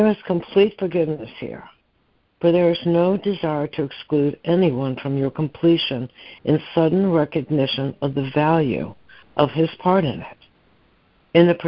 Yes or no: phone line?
yes